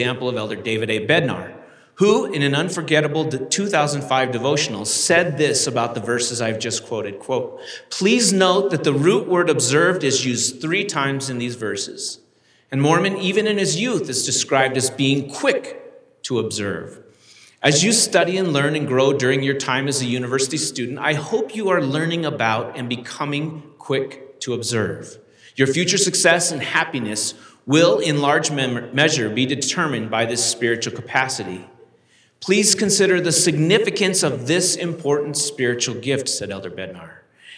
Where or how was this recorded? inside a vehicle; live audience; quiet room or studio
live audience